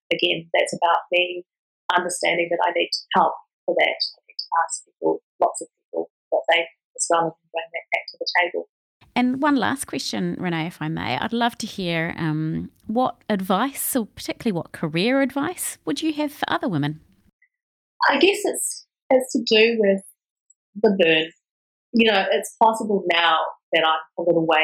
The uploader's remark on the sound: As is sometimes the way with virtual recordings, the audio quality varies in this interview.